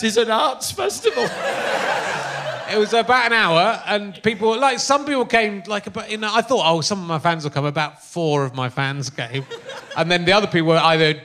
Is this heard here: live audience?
yes